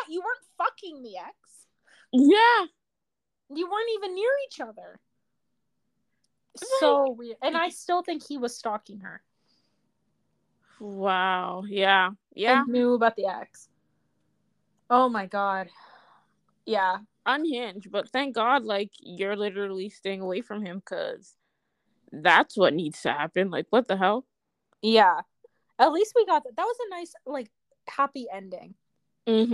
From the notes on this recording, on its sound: Sorry if audio cracks… I unfortunately am not an audio engineer and am too broke to hire one.